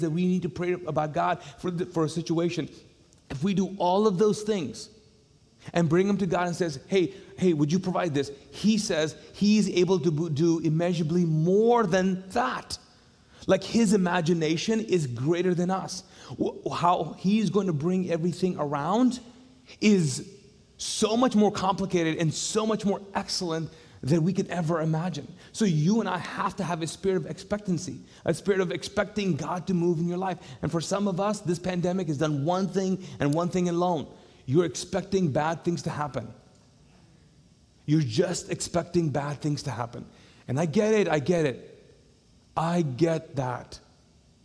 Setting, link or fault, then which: setting, large echoing room